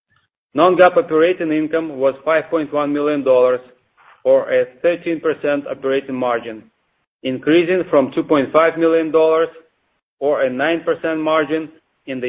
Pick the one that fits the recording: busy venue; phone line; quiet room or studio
phone line